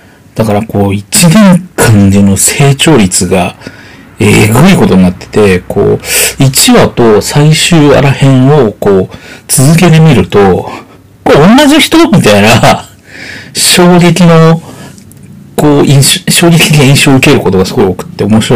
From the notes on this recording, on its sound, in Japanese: ベロベロの状態で録音したせいか、音質が悪いです。すみません。